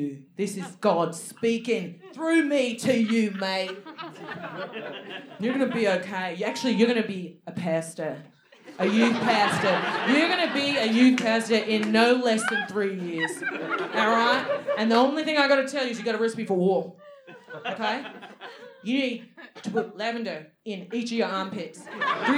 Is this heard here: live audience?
yes